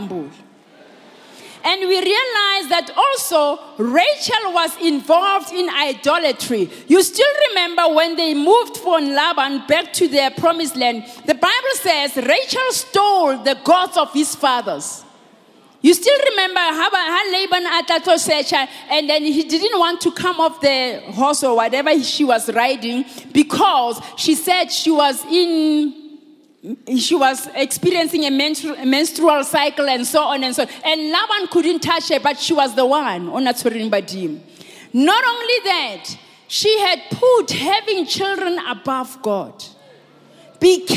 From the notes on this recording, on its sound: preached at Grace Bible Church Pimville on the 08th of March 2020